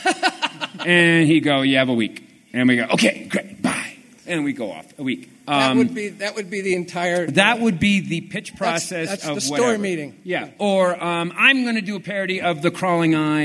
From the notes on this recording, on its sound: Today's episode features panel audio from the 50th Anniversary of Freakazoid at FanX in Salt Lake City!